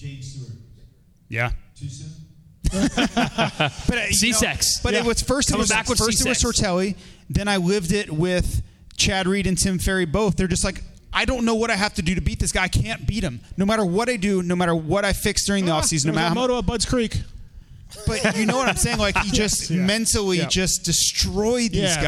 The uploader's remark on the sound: Indianapolis Live Show